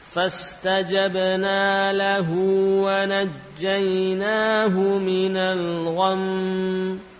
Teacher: Dengan ghunnah yang panjang itu sudah cukup ya memberikan pembedaan ya, bahwa ini adalah huruf bertasydid, bukan huruf yang sukun biasa. Nah, sehingga tidak perlu atau tidak harus di apa tambah atau diberi tekanan ya, dinaikkan nadanya tidak perlu ya, karena dengan apa gunnah yang panjang itu sudah cukup menampakkan tasydidnya.